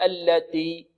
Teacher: يأتي بالتاء بدون همس